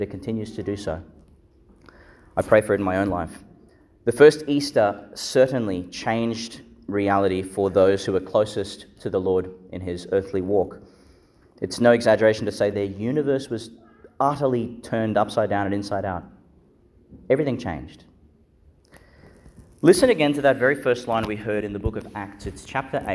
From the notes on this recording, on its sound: Homily for the Sixth Sunday in Eastertide, delivered (at the morning Mass) in Our Lady Star of the Sea Church, Gladstone, Qld.